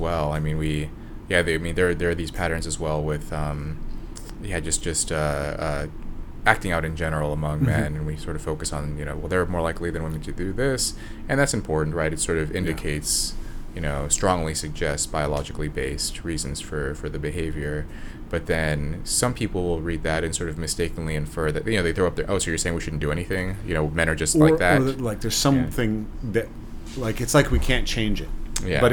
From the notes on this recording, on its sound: Today's episode was filmed at the ARC Conference in London